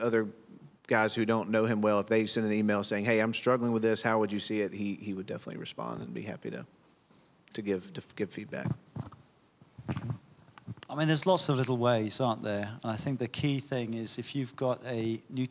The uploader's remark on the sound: Speaker Panel and Q&A from Scotland Conference (LIVE).